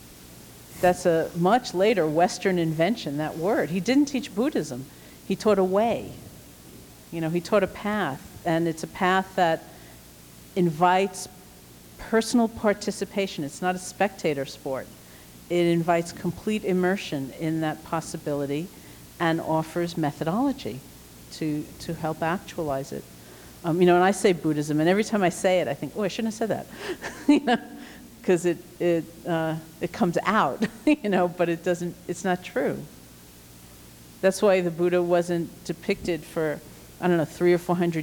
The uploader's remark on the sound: Presentation from The Body & Soul Conference, held in 1998 in Boston, MA